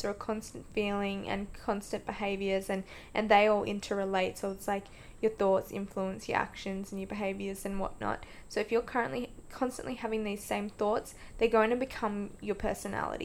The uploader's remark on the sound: Apologies for the background noise, I usually record home alone but did not this time & still figuring out my microphone!